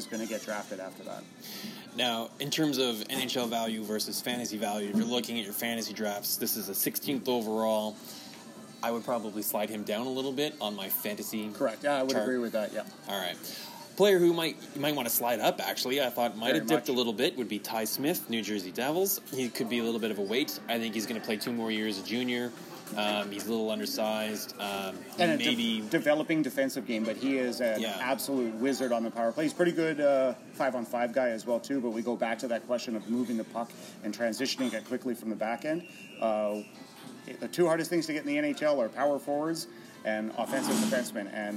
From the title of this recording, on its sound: Live from the NHL Draft